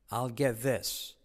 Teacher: La T casi no se dice de get. This, semiclave TH y como E.